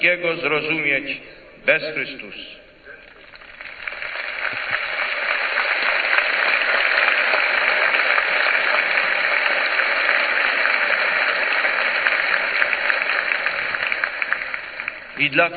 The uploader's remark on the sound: Poland 1979 - Homily at Mass in Victory Square, Warsaw at vigil of Pentecost.